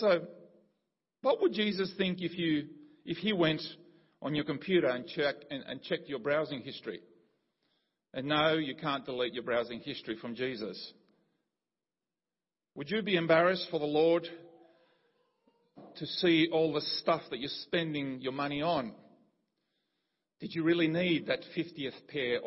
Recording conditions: large echoing room